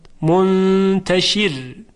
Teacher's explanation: در کلمه منتشر در وقف را ساکن و ما قبلش مکسور، پس ترقیق می شود، منتشر. اما اگر گفتن وصلش کنید، جراد منتشر مهطئین، در وصل حرف را تفخیم میشه.